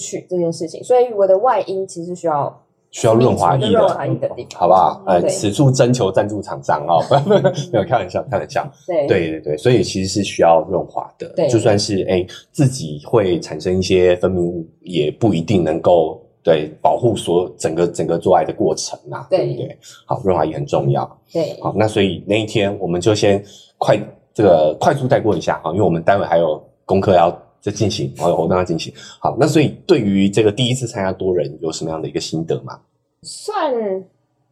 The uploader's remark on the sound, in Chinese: 今天是個“行”前說明會，大家破冰的同時、順便錄音所以…音質警告，錄製環境不佳。